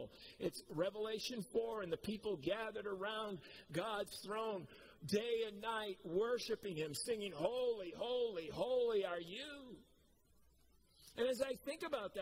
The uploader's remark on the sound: Preached at COMMUNITY Covenant on 8/8/21